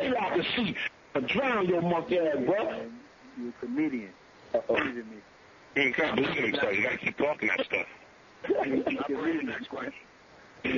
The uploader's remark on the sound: Conference Call.